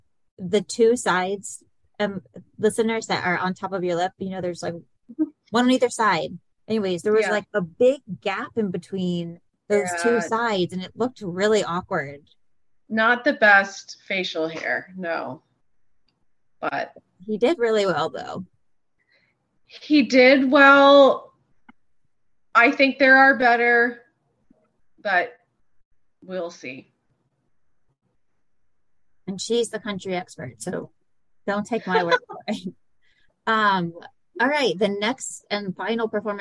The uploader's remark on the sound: The audio is a bit rough in this episode + the zoom robot's voice makes an appearance. Not a lot of time to edit due to work travel!